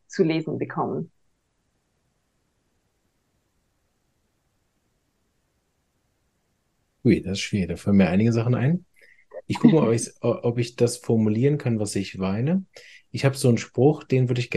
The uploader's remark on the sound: online via Zoom